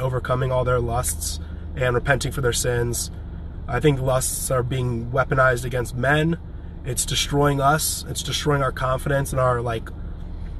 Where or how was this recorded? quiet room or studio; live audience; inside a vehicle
inside a vehicle